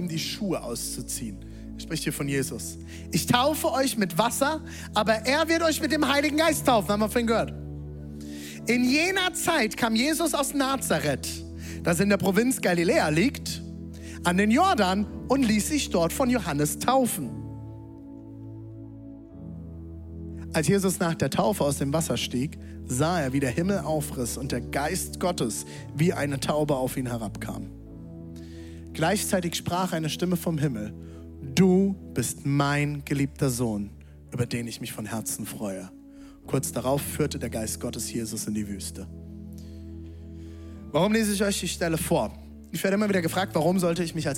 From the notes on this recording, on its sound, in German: Zeal Church Leipzig. Audiomitschnitt der Predigt.